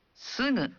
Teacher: ucapkan G dalam suara sengau · Term: bunyi sengau